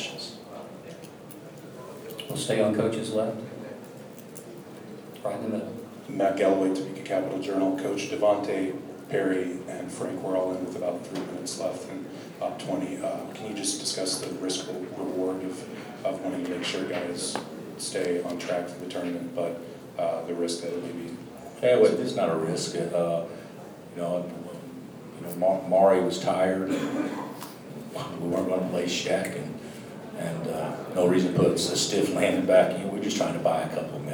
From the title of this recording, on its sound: Press Conferences & Post-Game Interviews